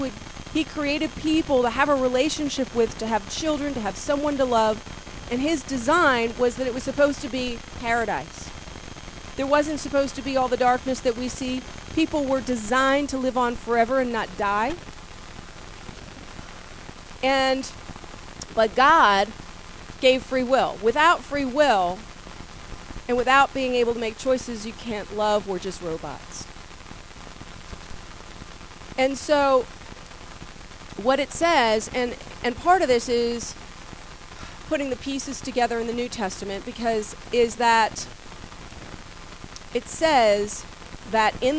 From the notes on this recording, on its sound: Warning-poor audio quality.